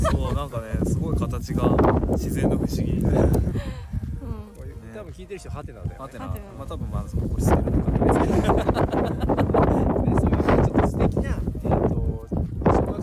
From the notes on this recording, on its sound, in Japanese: 山頂からお届け！リクリエーションで山登り中！風が強く音声が聞きづらい部分があります。